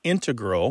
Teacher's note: These days, you mainly hear integral, with the stress on the first syllable, among mathematicians and specialists in scientific fields that use a lot of math.